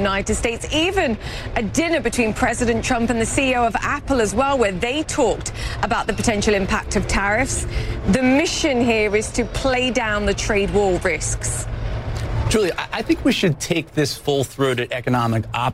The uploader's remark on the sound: live from the New York Stock Exchange